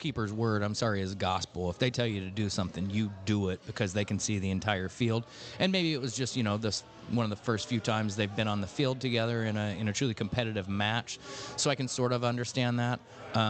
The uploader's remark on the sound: live from Chatham Tap Fishers